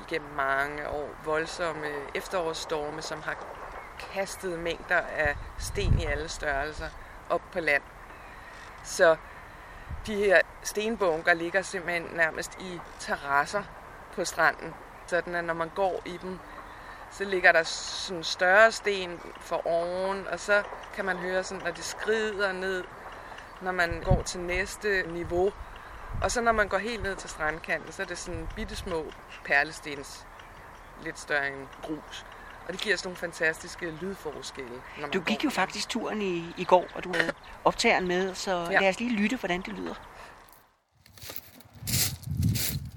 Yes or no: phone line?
no